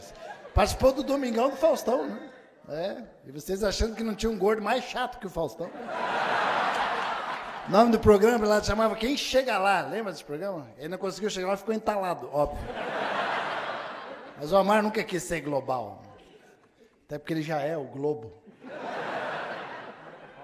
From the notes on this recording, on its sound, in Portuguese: Show gravado no Teatro Gazeta.